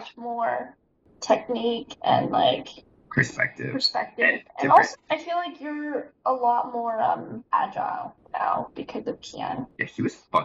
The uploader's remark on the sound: Sorry in advance for the audio quality, it took a lot of tweaking to get it to where it is.